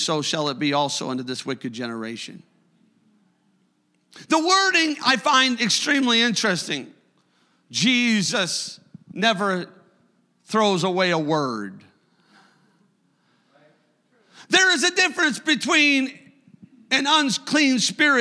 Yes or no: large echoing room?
yes